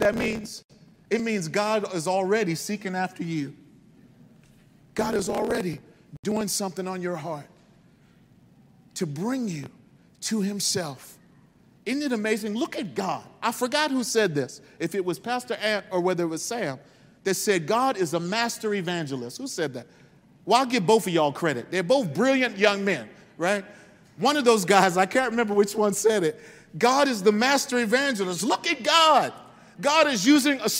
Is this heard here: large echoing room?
yes